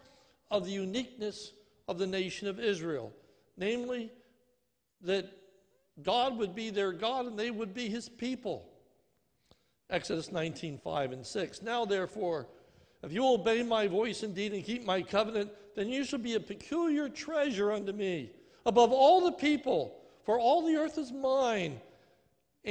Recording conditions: large echoing room